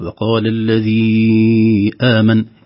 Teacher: على الياء في الذي آمن علامة مد، وهذا يسمونه مد جائز منفصل، نمده في حفص مقدار 4 حركات أو 5 حركات. وقال الذي آمن، إذا وصلنا الكلمة التي بعدها بكلمة آمن، لكن لو وقفنا لأي ظرف لا نمد.